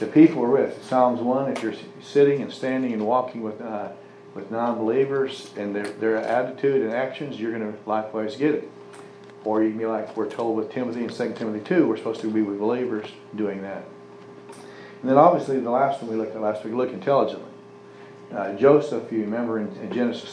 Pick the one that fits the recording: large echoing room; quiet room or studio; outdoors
large echoing room